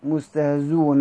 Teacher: بحذف الهمز وضم الزاي وصلا، أي مستهزون هكذا وقفا.